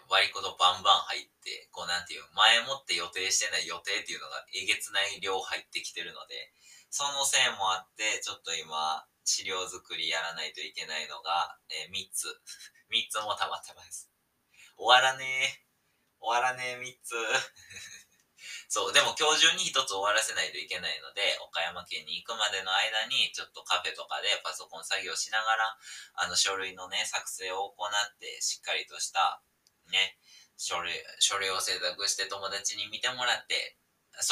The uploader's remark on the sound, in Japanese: 音質悪くなっております！！今回は音質悪目です！（やらかしましたｗ）。